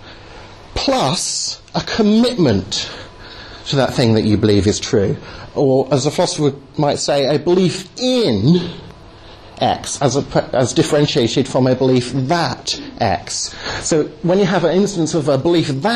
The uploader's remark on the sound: delivered at the 'Reasonable Faith' course at Highfield Church, Southampton on Sunday 17th Jan 2010